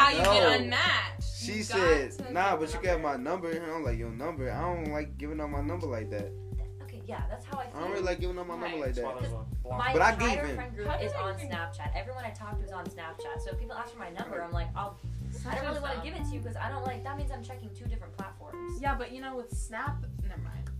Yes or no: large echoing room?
no